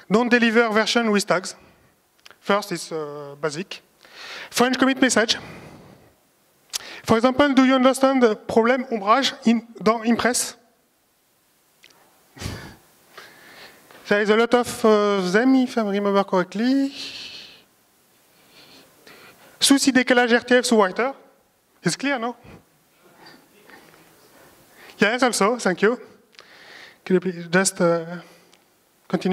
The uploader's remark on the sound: A presentation from the LibreOffice Conference 2019 in Almeria, Spain.